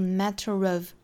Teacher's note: 都是两个元音之间加 r 的情况